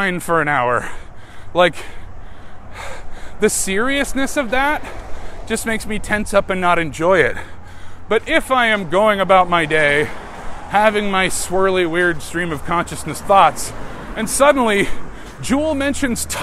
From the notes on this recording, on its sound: Decided to record a podcast during their work commute while their car is broken.